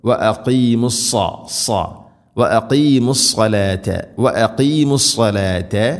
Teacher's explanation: സാദ് ഇസ്തിഇലാഇൻ്റെ അഥവാ സ്വരഭാരത്തിൽ ഉച്ചരിക്കേണ്ട അക്ഷരമാണ്, കനപ്പിച്ച് ഉച്ചരിക്കണം.